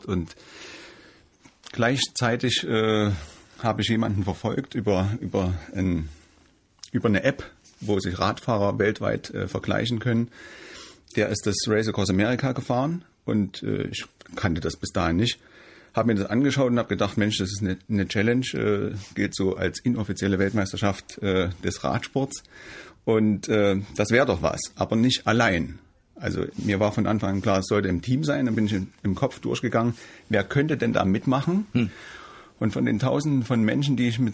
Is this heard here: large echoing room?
no